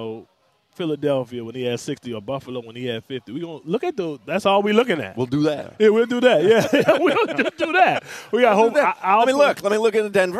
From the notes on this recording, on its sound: joins the show live from Twin Peaks